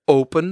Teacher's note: dat je voor die O nog even een soort klikje hebt achter in de keel · Term: glottisslag